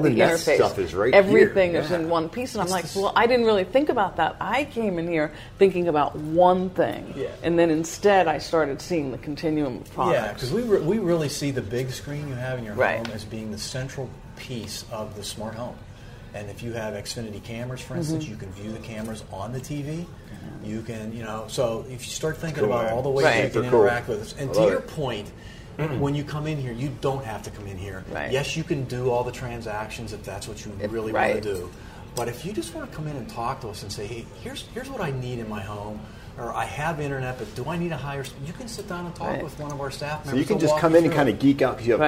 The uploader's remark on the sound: a dedicated show recorded at the Xfinity store in East Liberty